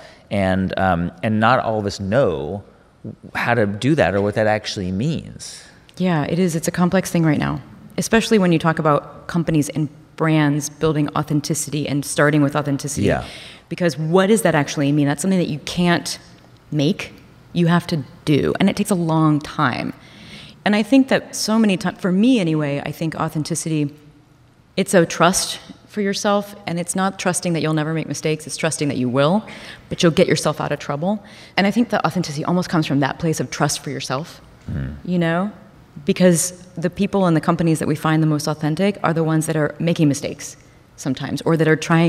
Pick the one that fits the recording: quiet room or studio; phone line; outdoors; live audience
live audience